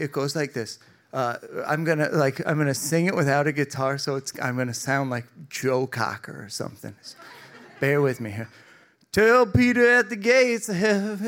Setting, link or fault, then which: setting, live audience